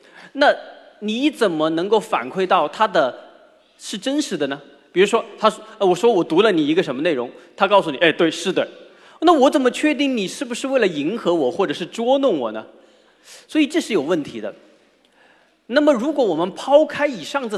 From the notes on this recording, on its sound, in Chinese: 在绍兴大剧院举办的《理性的力量》科普演讲会如约而至。一千多位观众到现场参与了这次活动，整个会场都坐的满满的，台下黑压压的坐了一大片。